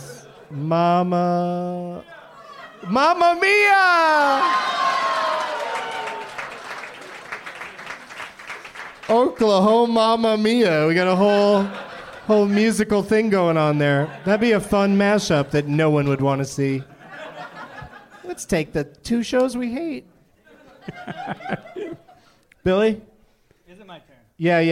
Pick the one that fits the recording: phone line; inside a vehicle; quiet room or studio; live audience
live audience